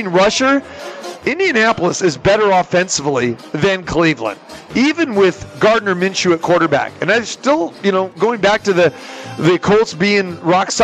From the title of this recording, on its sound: Live from the Super Book at the Westgate Las Vegas